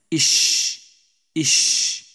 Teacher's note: حرف الشين يخرج من وسط اللسان وما يحاذيه من الحنك الأعلى · Term: مخرج حرف الشين